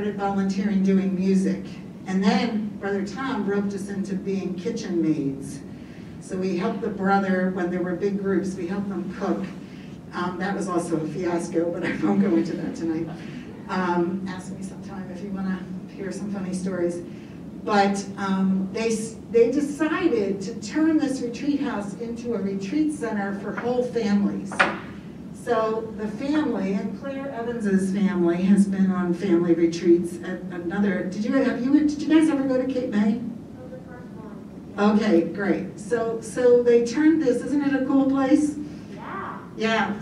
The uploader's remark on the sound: Agape Latte is recorded in front of a live studio audience and archived in audio format.